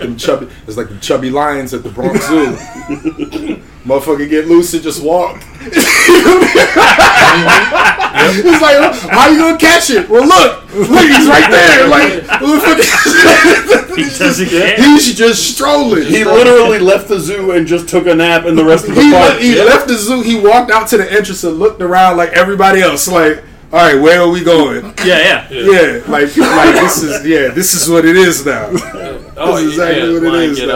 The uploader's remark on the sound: Richmond Con Special. HEADPHONE WARNING!!!! There is a lot of loud laughter in this episode so listen at your own risk.